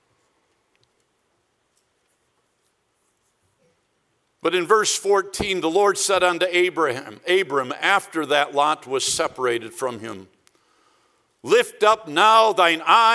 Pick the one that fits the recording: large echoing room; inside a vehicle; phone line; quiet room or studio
large echoing room